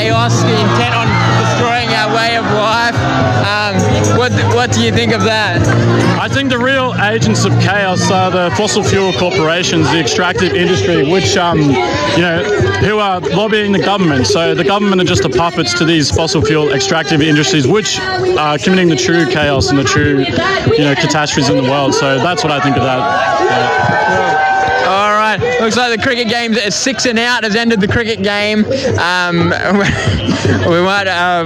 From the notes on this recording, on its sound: At and extinction rebellion rally in Brisbane.